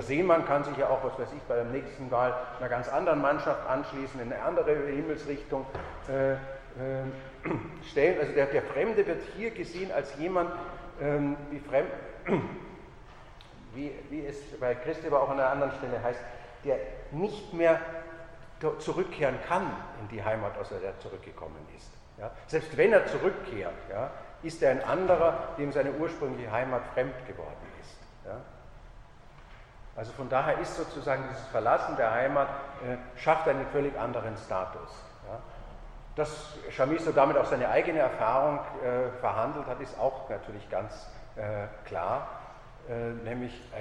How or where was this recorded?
large echoing room